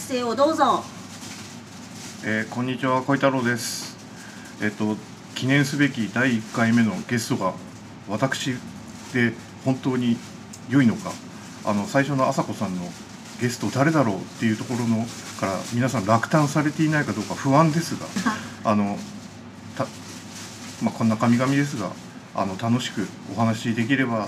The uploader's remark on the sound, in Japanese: のお店「新橋裏めし屋」にて収録しました！仕込み音や、、、色々バックの音もお楽しみくださいませ！